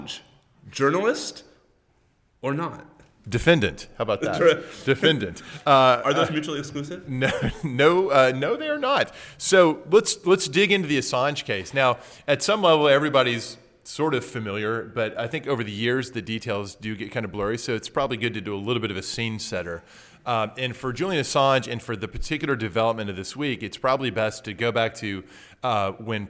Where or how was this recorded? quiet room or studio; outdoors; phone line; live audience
live audience